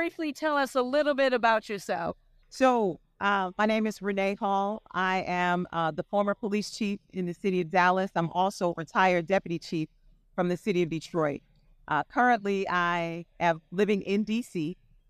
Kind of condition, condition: setting, busy venue